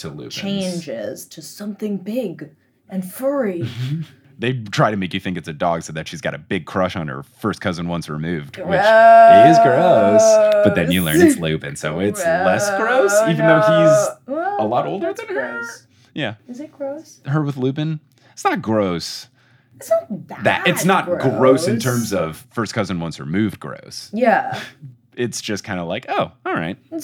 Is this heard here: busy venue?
no